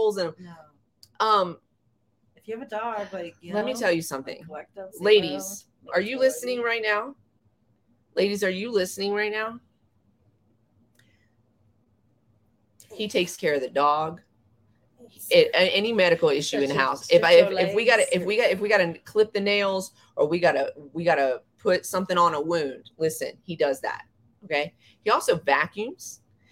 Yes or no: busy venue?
no